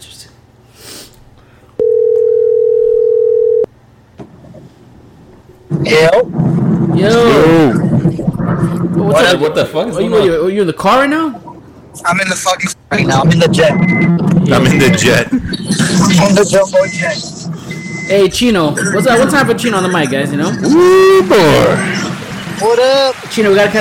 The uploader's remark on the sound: Some fans phoned